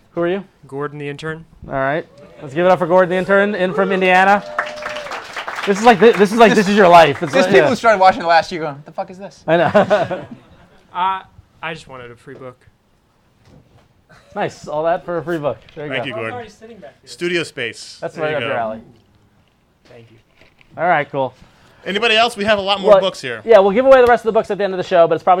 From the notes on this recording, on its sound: It's the 10th Anniversary party at Bergen Street Comics in Brooklyn, and a whole hell of a lot of people turned up.